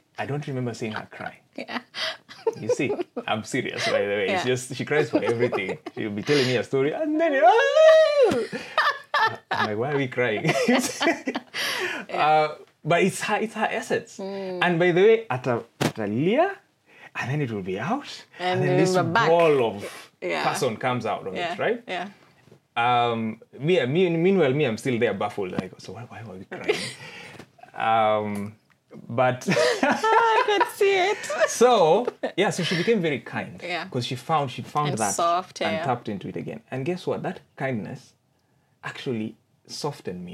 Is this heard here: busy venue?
no